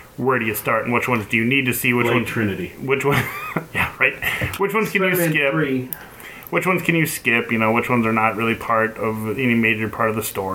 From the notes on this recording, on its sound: The audio goblin struck again, so the producer tried his best to make it better and apologizes for said goblin.